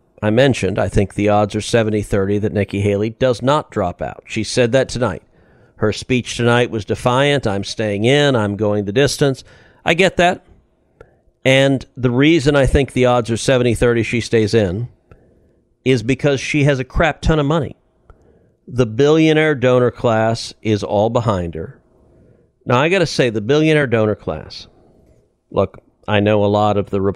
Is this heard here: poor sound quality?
no